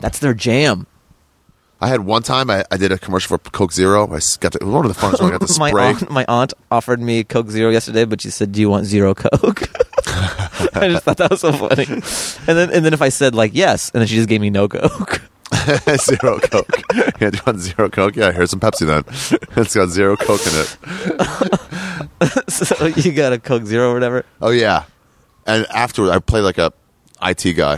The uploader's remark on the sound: we sat outside